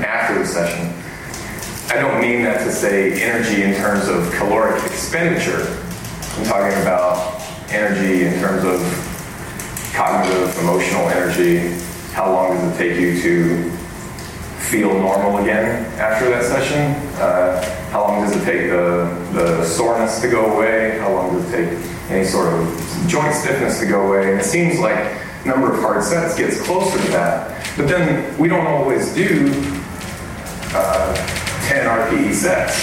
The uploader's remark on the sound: Most of this video was recorded in London at the 2019 European Powerlifting Conference.